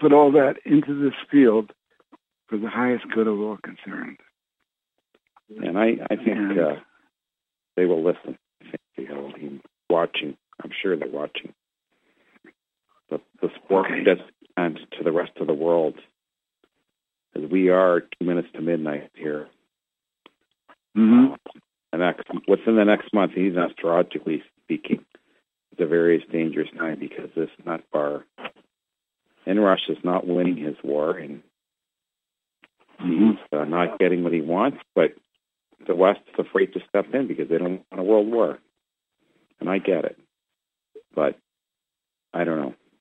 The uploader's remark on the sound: Conference Call LIVE